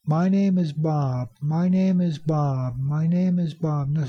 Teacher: Name is longer. Bob is longer. Those are the stressed words. Those are the important words.